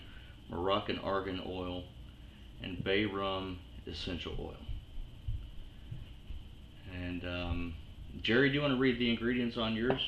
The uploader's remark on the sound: We're working with some new equipment, please forgive the sound quality